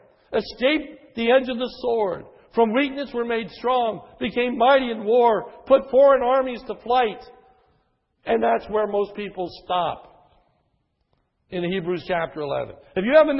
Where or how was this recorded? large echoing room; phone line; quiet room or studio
large echoing room